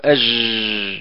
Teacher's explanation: الجيم الفرنسية مخرجها من طرف اللسان مع الرخاوة، نقول أج، وذلك في الفرنسية.